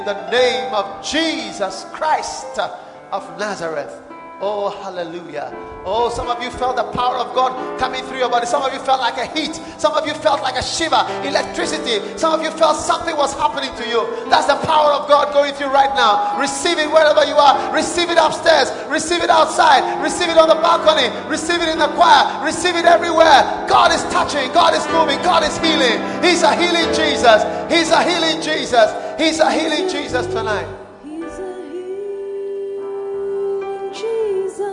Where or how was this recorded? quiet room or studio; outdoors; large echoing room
large echoing room